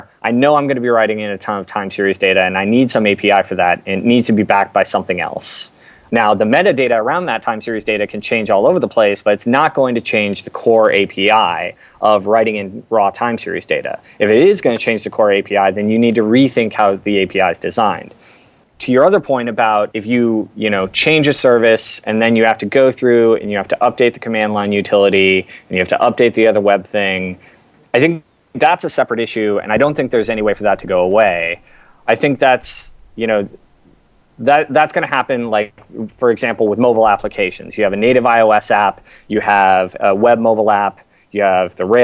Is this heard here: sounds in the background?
no